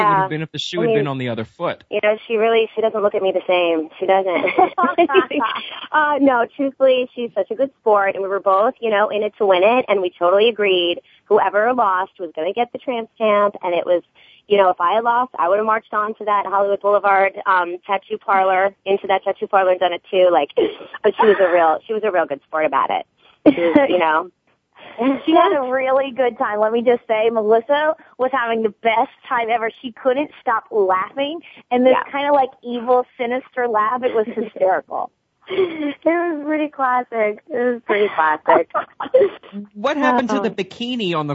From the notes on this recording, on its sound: Soap Central Live opens the phone lines to fans.